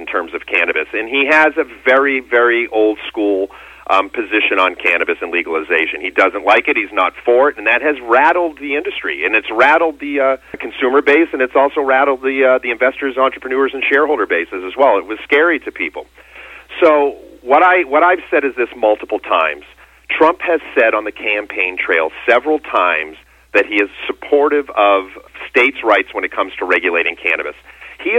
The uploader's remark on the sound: Called in to SmallCapVoice.